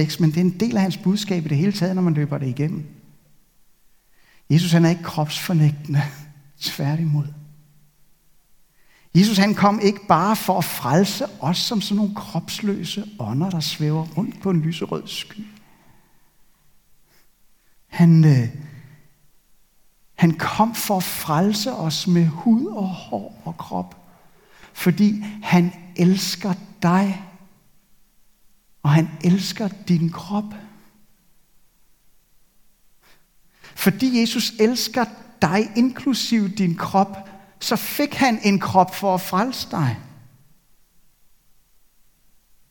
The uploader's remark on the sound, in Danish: Denne ugentlige prædiken er optaget i Københavnerkirken.